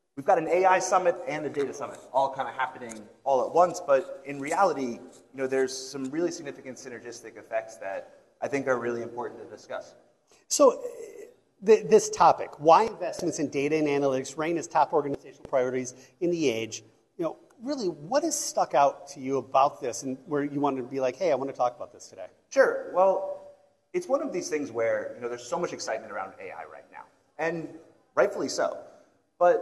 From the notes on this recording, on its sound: joined on stage for a fireside discussion